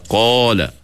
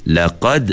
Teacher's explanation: apabila qaf bagi di atas tanpa alif, dia jatuh martabat nombor 2. Tebal tu dah jatuh sikit. · Shown in: second take · Kalau huruf qaf tu diikuti dengan alif macam falamma jawaza qala kan, ayat 62 tu qala selepasnya ada alif kan, maka tebalnya memang tebal lah.